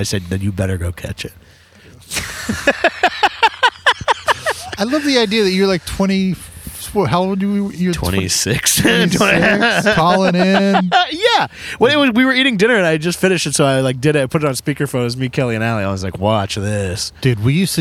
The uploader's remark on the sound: A solo episode with just the boys recorded cliffside in beautiful Isla Vista, CA.